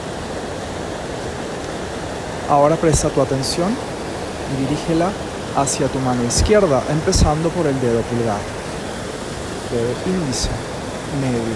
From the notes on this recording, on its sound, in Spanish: Este episodio grabado en una catarata natural ubicada en el mágico Valle Sagrado.